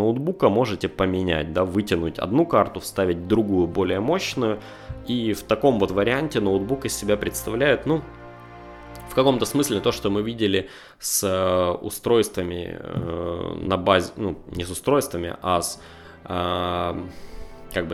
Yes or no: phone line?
no